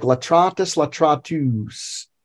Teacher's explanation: This is just a way of showing that you're not saying the nominative. You're saying the genitive or the accusative, and you just hold it twice as long.